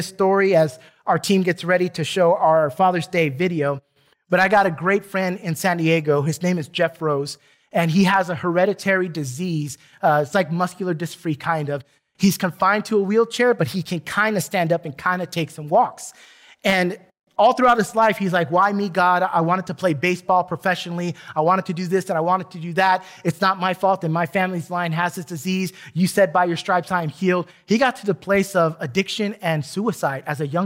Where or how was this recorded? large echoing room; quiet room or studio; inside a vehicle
large echoing room